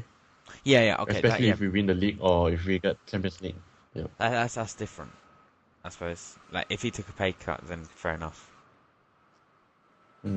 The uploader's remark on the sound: Audio isn't the best again, sorry.